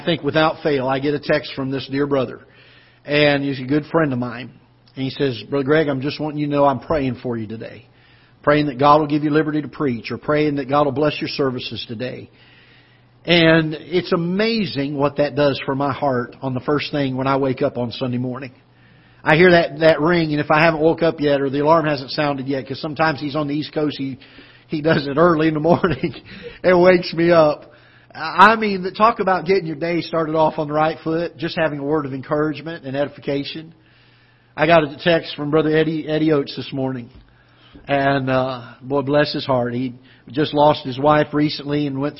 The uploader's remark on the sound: Ketha Heights Baptist Church ~ Live Broadcast